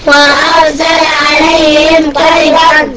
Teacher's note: راء تنوين بالفتح مظهر